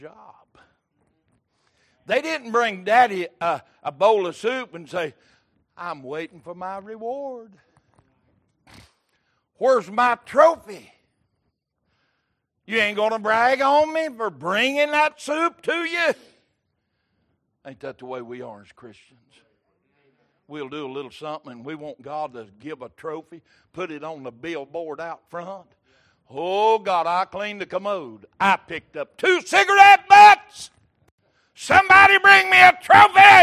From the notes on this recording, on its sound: Recorded October 12, 2022 - Wednesday Evening Service